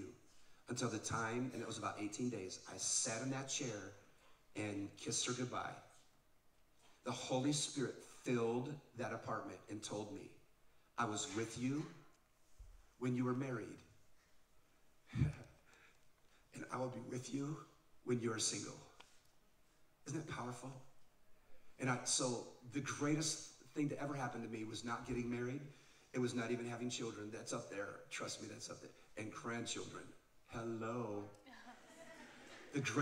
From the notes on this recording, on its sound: This live podcast from Oregon with a few hundred teenagers.